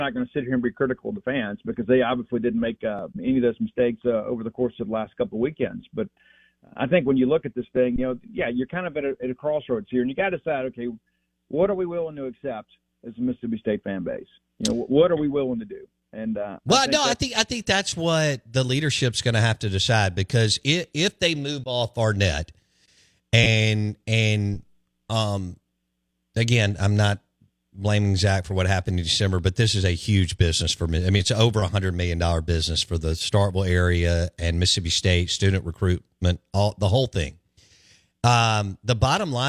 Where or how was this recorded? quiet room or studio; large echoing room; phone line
phone line